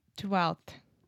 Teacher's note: So the F in twelfth we don't pronounce at all.